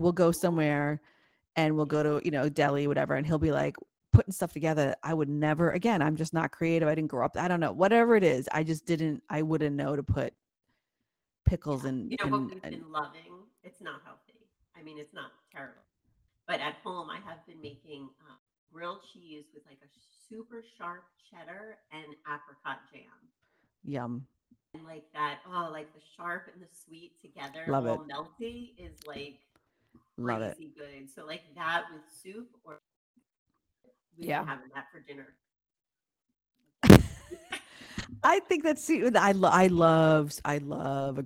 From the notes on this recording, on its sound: Apologies for the audio issues in this episode.